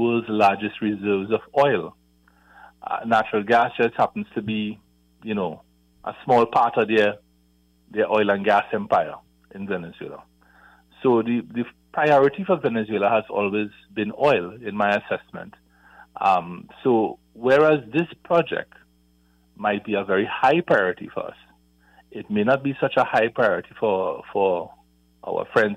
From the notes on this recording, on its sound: During this hour we take calls from our audience